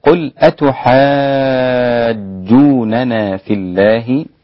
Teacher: المد هنا مد لازم كلمي مثقل، لأن حرف المد تبعه حرف مشدد، فيصير النطق فيه بالإشباع أو المد بالإشباع، ست حركات وهو آخر شيء في المد.